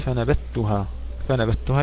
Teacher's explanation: يدغم الذال في التاء